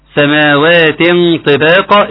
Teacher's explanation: سماوات طباقة إخفاء، تفخيم الغنة عند الإخفاء